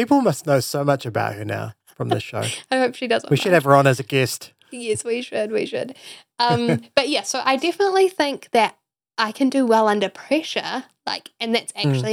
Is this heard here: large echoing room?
no